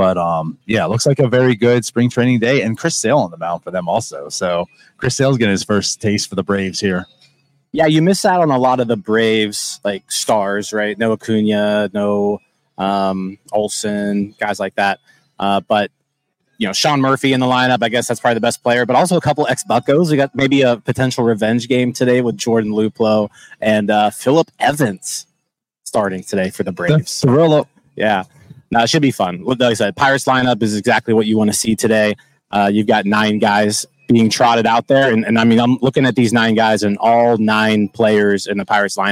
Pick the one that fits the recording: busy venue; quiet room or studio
busy venue